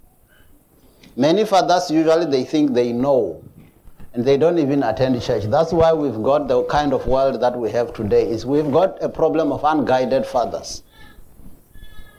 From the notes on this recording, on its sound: Preached at Jesus the Saviour Church, 185 Bobs Way, Eersterivier, Cape Town on 19th June 2022.